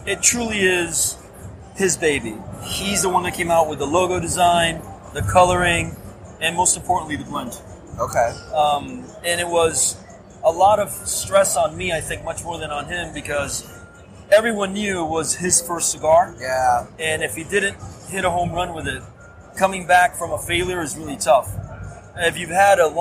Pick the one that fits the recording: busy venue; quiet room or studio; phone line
busy venue